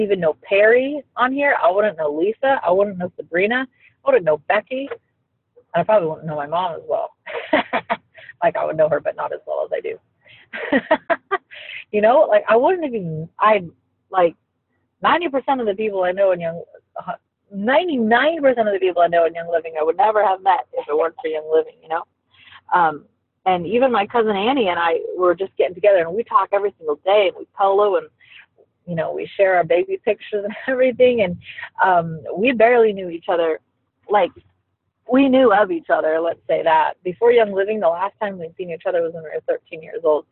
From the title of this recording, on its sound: Recorded from the Car!!! (Sketchy Audio Quality)